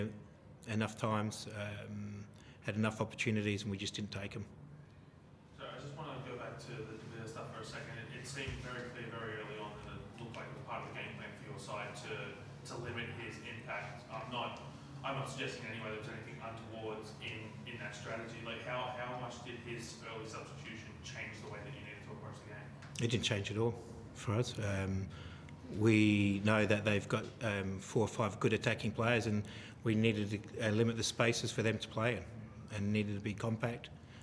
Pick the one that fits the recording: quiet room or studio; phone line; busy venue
busy venue